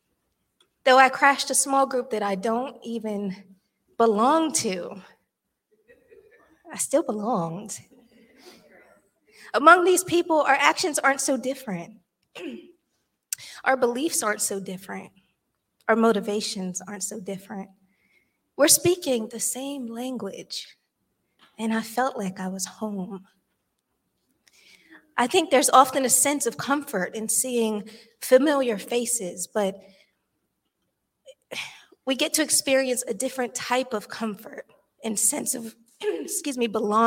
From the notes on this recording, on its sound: This sermon was recorded live on October 23rd, 2022 at Newark United Pentecostal Church.